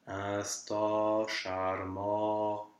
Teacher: it's a very rounded, open vowel · Term: A-nasal